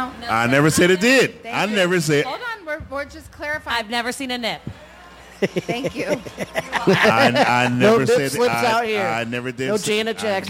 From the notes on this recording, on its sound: streaming live from the back patio of the wonderful Pepper's Bar & Grill in South St.